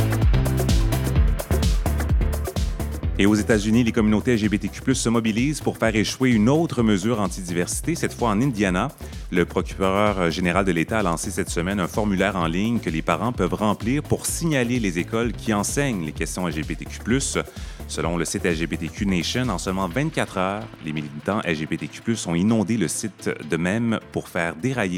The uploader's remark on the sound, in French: émission spéciale enregistrée au Saint-Suave Librairie-Café à Québec